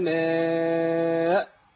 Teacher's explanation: الهمزه ما ينفعش فيها غير ان اقطع صوت ونفس